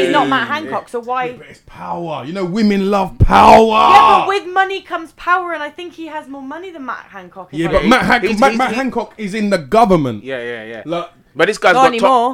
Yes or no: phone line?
no